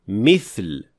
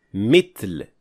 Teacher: others make the mistake of pronouncing tha as ta. So instead of saying mithl, they would say mitl.